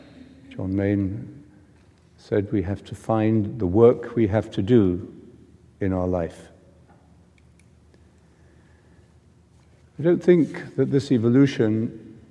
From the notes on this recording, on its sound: Pre-Seminar Retreat JMS 2017 (talk 06, Rothko Chapel). Rothko Chapel, Houston, TX.